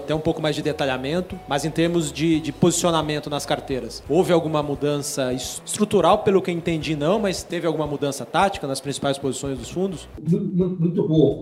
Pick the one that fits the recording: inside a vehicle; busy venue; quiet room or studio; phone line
busy venue